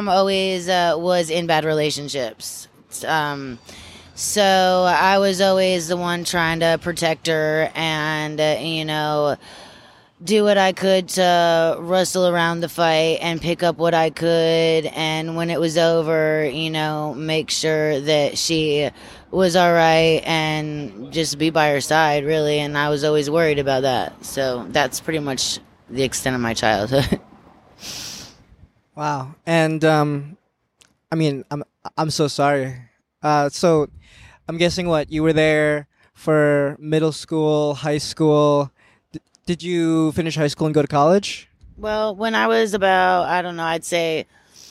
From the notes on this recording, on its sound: I took my mic and went out looking. Making sketches in a notebook at a median in between traffic.